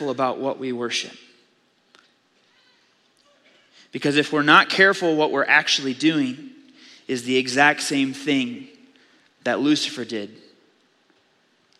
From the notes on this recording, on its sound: Audio file of the Sunday Morning Sermon.